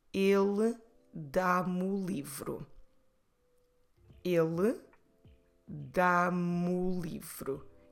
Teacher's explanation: I'm dropping the vowel from me and I'm running it together with the following word, which is the vowel o, that we pronounce o, the definite article, the book, o livro.